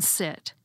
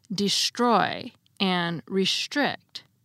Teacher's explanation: This is a very reasonable kind of assimilation, because these vowels are pronounced with the tongue raised high inside the mouth, and so is SH, at least higher than it is for plain old S.